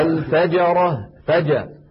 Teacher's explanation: مخرجها صحيح ولكن فاتها صفة من صفات الجيم الفصيحة وهي انحباس الصوت أي صفة الشدة · Term: جيم عامية